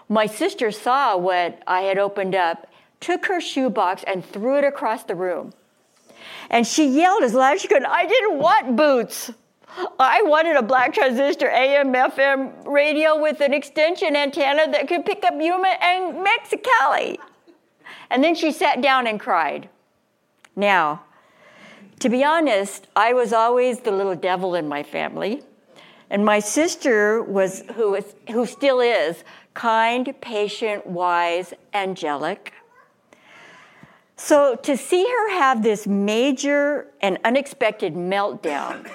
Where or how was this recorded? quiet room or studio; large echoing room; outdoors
large echoing room